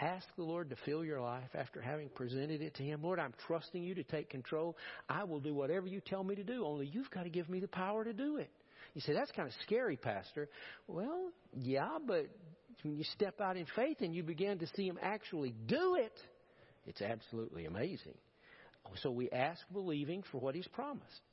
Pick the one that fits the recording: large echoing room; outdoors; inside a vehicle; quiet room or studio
large echoing room